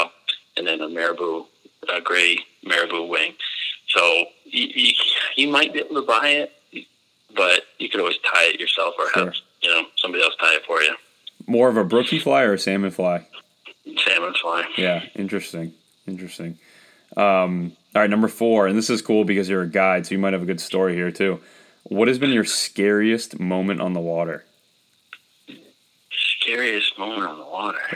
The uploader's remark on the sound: Due to COVID, this was the first interview that I've done over the phone and not in person, and needless to say the sound quality came out very good.